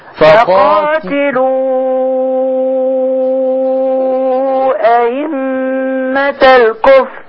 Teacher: الهمزة الأولى محققة، الثانية اللي هتتسهل